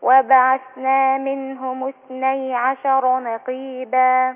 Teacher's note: القاف المكسورة هتاخد أدنى درجات التفخيم